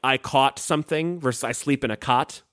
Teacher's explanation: you're going to merge the A-U-G-H sound with the like just the flat O sound · Term: merger